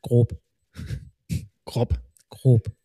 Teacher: Die Betonung ist auf dem O. Ist kein Doppel-B. Ist ein langer Vokal. Genau. Kurzer Vokal wäre ein Doppel-B.